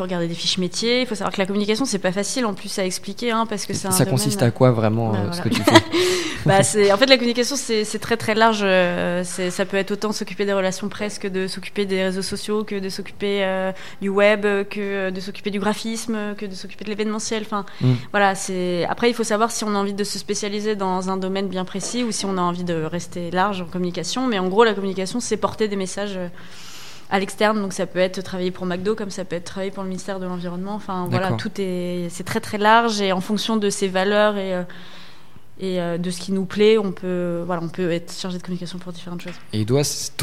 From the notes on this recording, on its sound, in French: Interview réalisée en direct samedi 2 février 2019, lors du 2nd Forum de l'orientation du LRB.